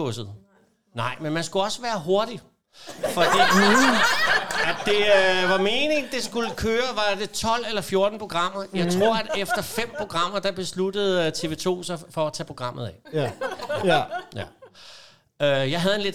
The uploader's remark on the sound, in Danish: Optaget LIVE i Kulturium, Ishøj.